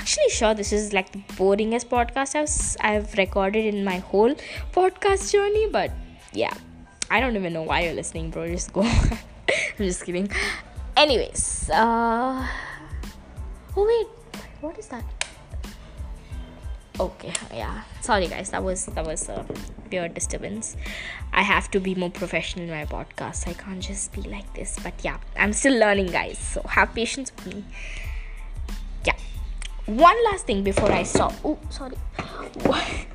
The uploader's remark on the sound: Ignore the bg sounds